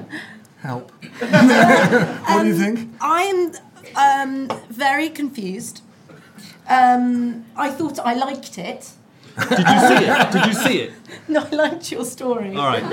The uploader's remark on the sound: Special episode recorded in front of an audience in the Tortoise newsroom.